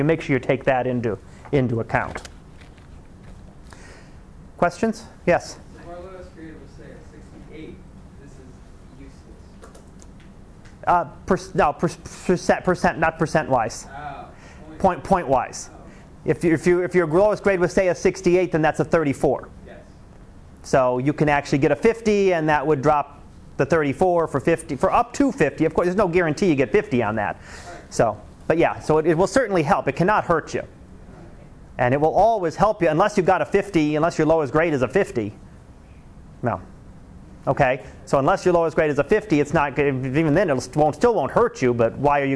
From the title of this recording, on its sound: Live Class Lecture